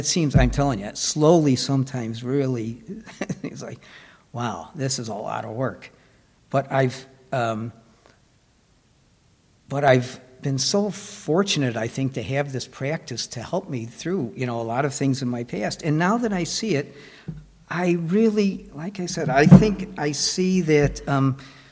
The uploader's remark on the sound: Recorded at the Blue Lotus Buddhist Temple. Recorded at the Blue Lotus Buddhist Temple on 2024-02-06.